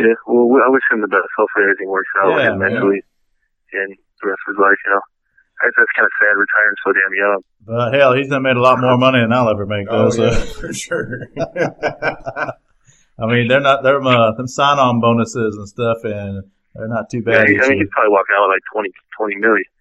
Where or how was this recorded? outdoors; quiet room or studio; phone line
phone line